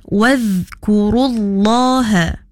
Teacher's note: dhal mati ataupun dhal sukun, kena di tahan, jangan dilantunkan. Wadhkurullaha, ya, dah kurang tepat, jadi yang tepatnya kita baca kena ditahan, wadhkurullaha.